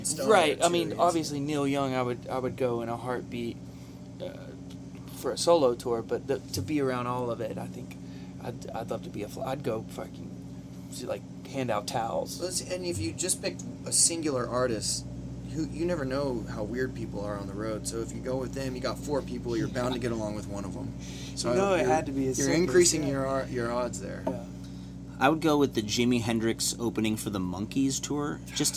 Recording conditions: hum or buzz